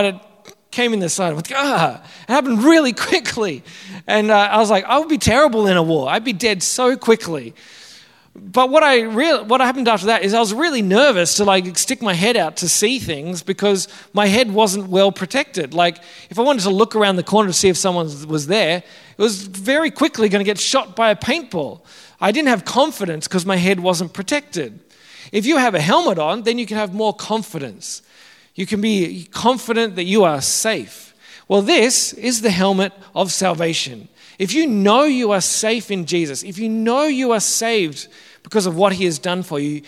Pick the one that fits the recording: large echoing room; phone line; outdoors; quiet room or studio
large echoing room